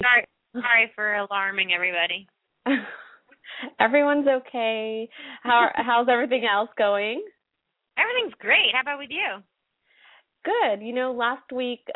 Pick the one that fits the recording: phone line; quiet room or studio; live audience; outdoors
phone line